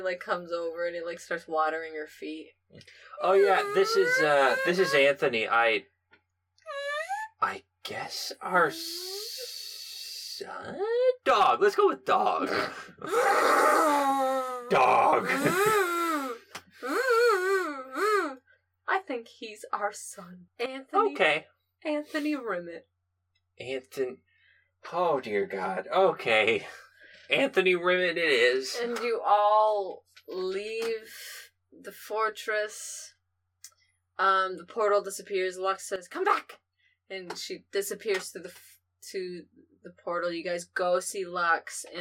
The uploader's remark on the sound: The audio is not very good. This episode was recorded BEFORE we got new recording equipment, so please bare with the not-so-great audio.